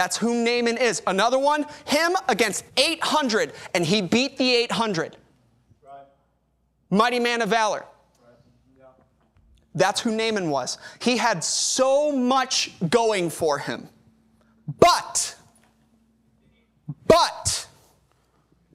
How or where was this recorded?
large echoing room